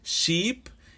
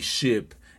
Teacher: la diferencia entre el I, que es un poco más alargado, y el E, un poco más corto